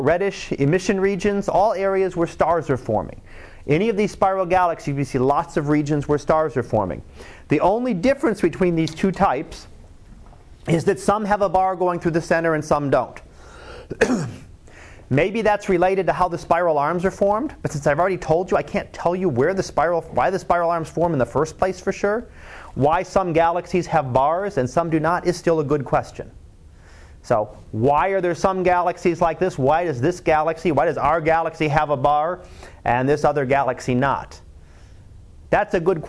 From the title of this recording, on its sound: Live Class Lecture